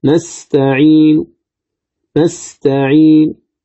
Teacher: إذا أردت أن أبين حركة النون فأتي بالروم وأقول نستعين نستعين.